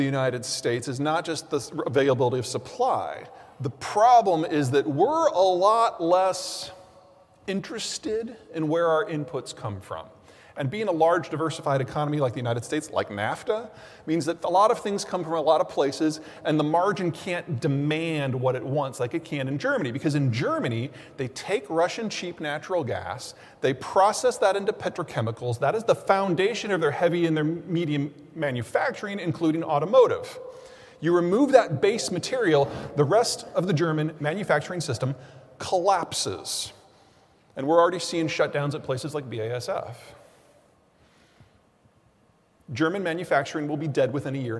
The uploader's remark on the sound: Keynote Presentation. Presented Sept. 8, 2022.